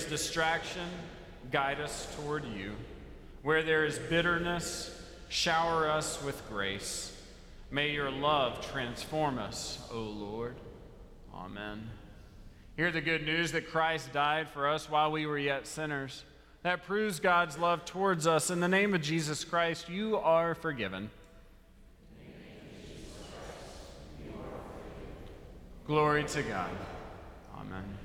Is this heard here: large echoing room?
yes